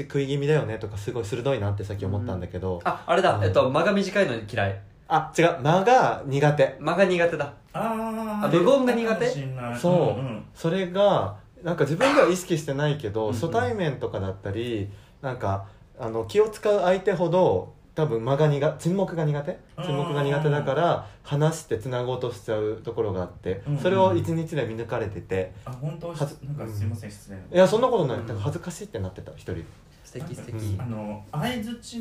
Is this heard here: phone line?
no